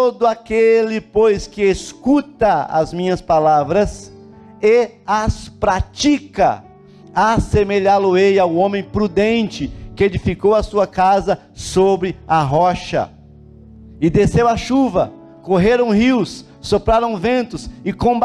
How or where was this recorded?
large echoing room